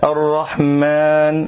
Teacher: من الأخطاء إمالة الألف من كلمة الرحمن